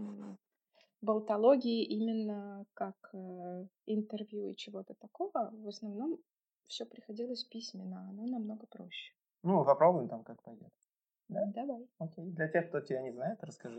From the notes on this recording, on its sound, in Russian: Про звук - мы только начинаем, поэтому пока так, а там как пойдет.